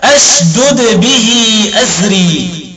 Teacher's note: فقرأ ابن عامر بهمزة قطع مفتوحة، قال قطع أشدد، تمام، ولم يقيد فتحة الهمزة هنا لأن هذا الفعل مضارع ماضيه ثلاثي، والماضي الثلاثي للفعل المضارع تكون همزته مفتوحة فيقرأها أشدد به أزري.